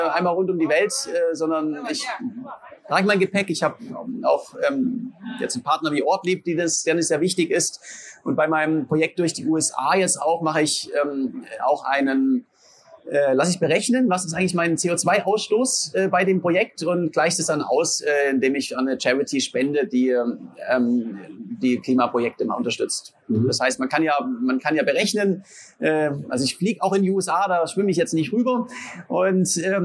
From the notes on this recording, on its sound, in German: haben wir live auf der Eurobike in Frankfurt mit ihm gesprochen